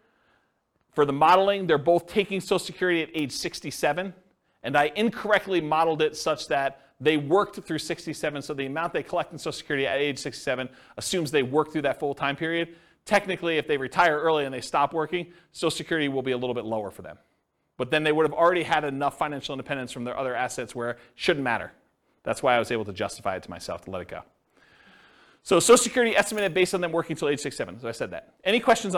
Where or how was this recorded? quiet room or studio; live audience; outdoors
live audience